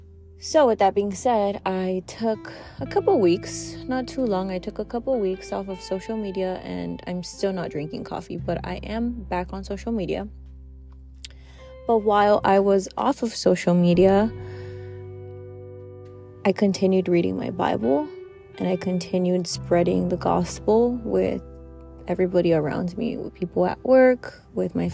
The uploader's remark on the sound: Impromptu, in the car.